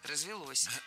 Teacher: Более предпочтительным считается вариант с ударением на окончании.